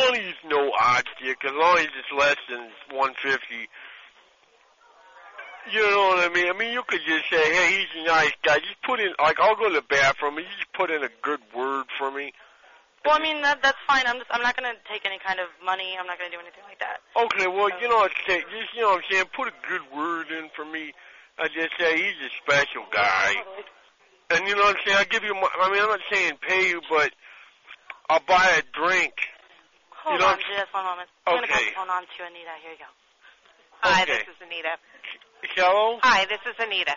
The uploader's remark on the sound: Prank Phone Calls